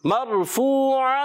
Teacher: را ساکن سے پہلے زبر آنے کی وجہ سے یہ را بھی پر ہو جائے گی، موٹی ادا کریں گے مرفوع، حرف مدہ کو ایک الف کھینچ کر ادا کریں گے